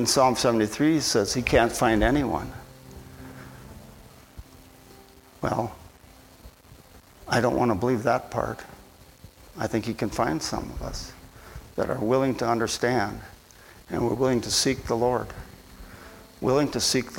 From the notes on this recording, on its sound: at Bible Center Church in Maiden Rock, Wisconsin.